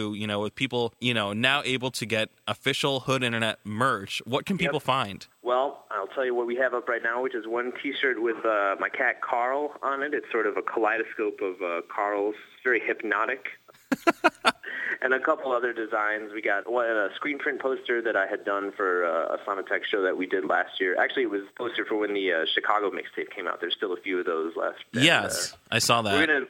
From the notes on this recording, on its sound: phones CVU